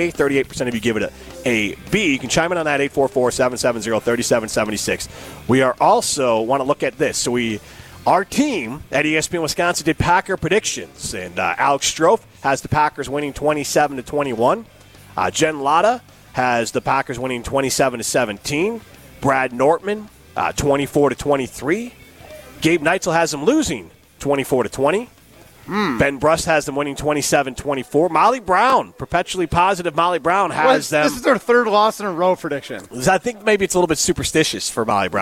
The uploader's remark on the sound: live from Chalmers Jewelers in Middleton